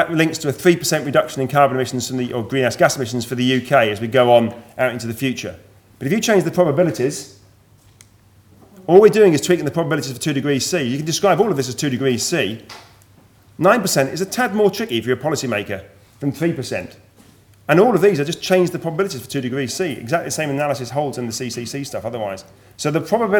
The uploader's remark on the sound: Keynote address from session 10 of the 4 Degrees international climate conference